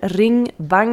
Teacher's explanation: En de ng van ring, dus die NG-klank van achter.